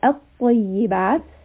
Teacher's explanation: The lam sound is completely gone, even though it is there. So if you see in the Quran, there is a lam, but we are not pronouncing at all. · Term: Idgham Shamsiya